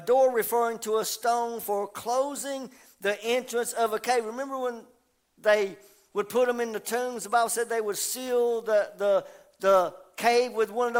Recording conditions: large echoing room